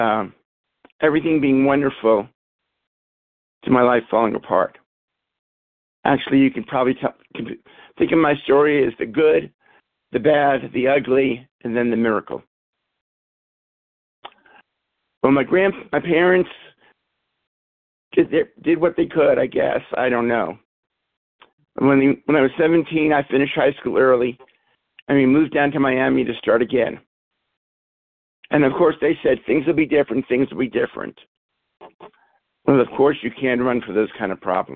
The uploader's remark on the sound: from the 100 Pounders Phone Meeting, 10/7/23.